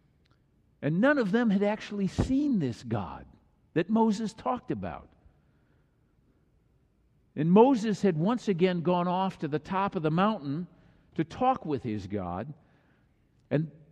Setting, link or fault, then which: setting, large echoing room